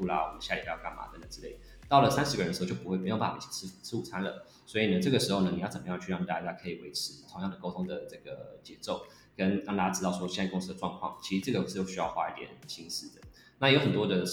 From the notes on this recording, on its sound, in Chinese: 本集節目採取遠距錄音，音效不如預期，懇請包涵。